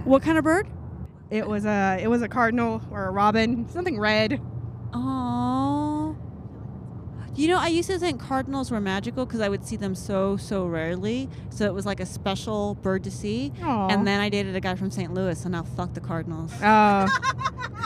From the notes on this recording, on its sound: This leads to us recording our lives flashing before our eyes as an 18 wheeler almost rams into us on the highway. Were recorded in 2019 when my production was on the road.